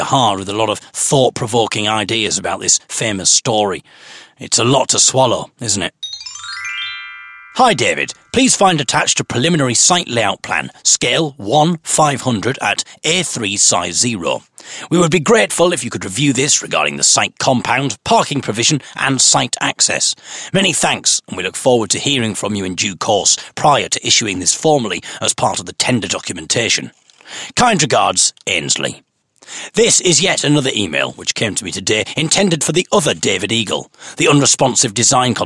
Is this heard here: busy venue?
no